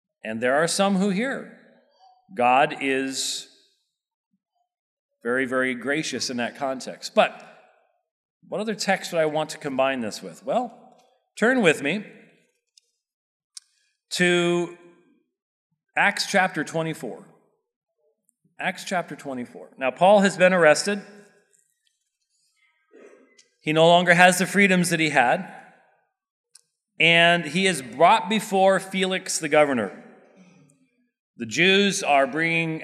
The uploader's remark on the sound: This sermon was preached at Covenant Bible Church on the Lord's Day, May 7th, 2023.